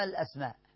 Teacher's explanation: مد متصل أربع أو خمس أو ست